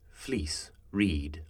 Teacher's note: This is a sound common across many, many dialects, though in RP it's quite closed